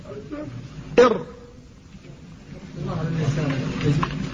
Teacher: الراء يداني النون في كونه من رأس اللسان لكنه أدخل إلى جهة الظهر